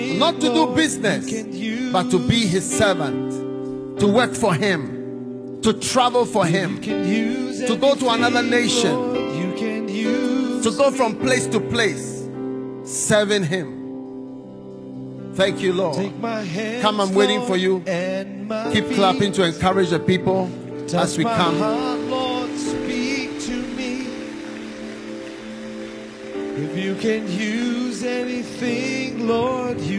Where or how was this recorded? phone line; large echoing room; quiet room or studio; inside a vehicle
large echoing room